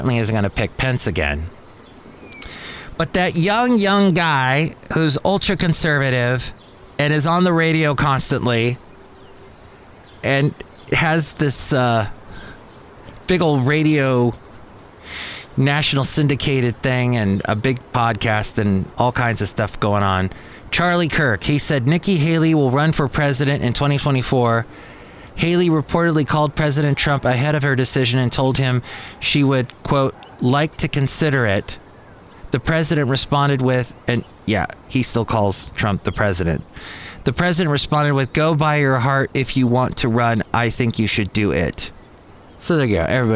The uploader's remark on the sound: podcasts live from Cafe Anyway